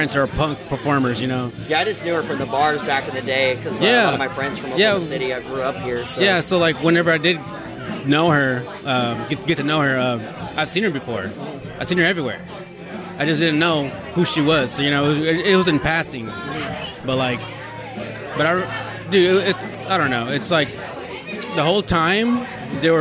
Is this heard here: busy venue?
yes